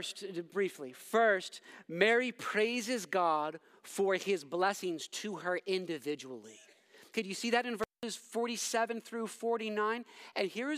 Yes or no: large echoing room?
yes